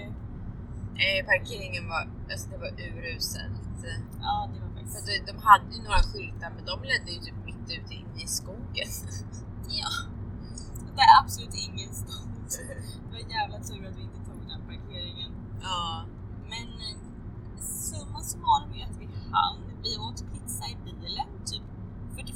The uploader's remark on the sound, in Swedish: OBS ljudkvaliteten är lite sämre än vanligt på grund av bakgrundsljud, främst från bilen.